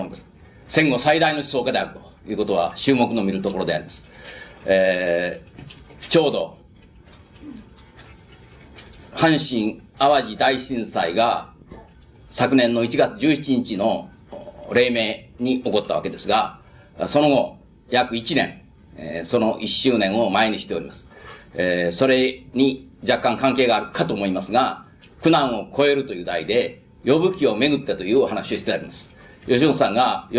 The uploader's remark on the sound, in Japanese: 芦屋市民センターの 一室で行われた。音源は主催者提供で、クリア。